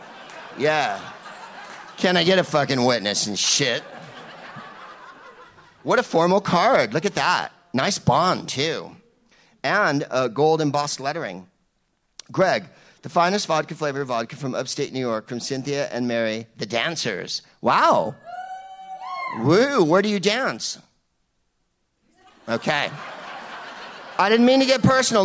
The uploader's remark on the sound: Live from the Bell House in Brooklyn